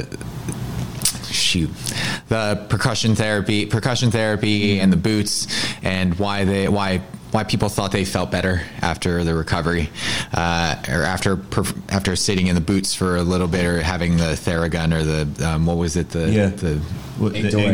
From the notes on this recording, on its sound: recorded at Onyx Elite's Winter Performance Camp